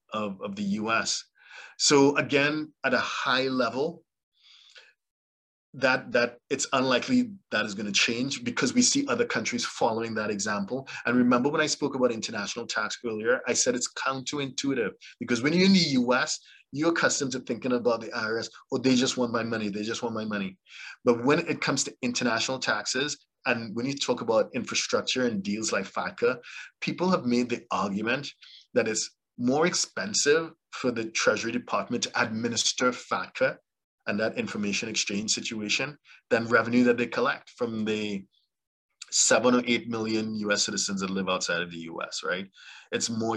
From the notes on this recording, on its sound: LIVESTREAM. Zoom link will be provided 24 hours in advance via an eventbrite message. For those joining us on Zoom.